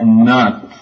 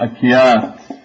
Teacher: كلمات قليلة وردت يبدل فيها حرف السين إلى تاء